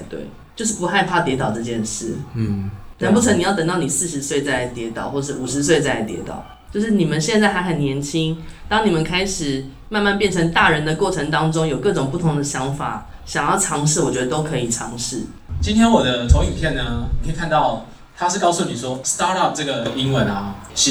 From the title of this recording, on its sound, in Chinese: 北市國小職能探索課程現場錄音